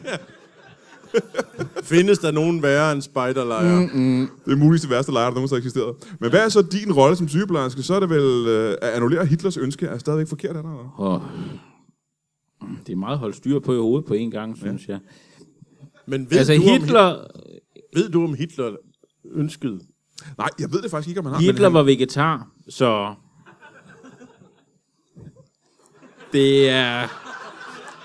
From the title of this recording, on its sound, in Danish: LIVE fra Comedy Zoo Aarhus